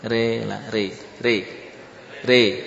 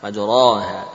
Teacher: Membuat suara fathah condong ke suara kasrah · Shown in: first take · Term: imalah